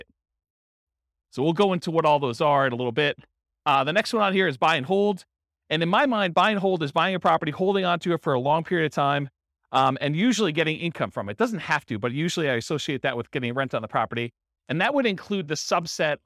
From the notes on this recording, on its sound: This was a live class recorded